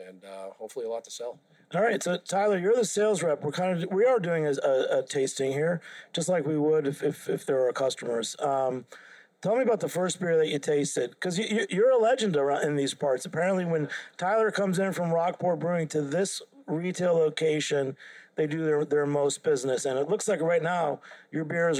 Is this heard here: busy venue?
yes